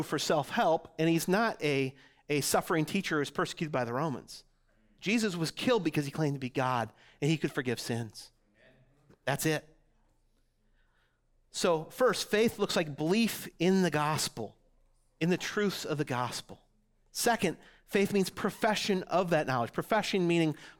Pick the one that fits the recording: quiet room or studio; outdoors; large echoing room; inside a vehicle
large echoing room